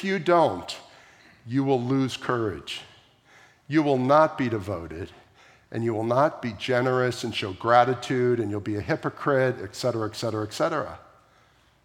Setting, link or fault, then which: setting, large echoing room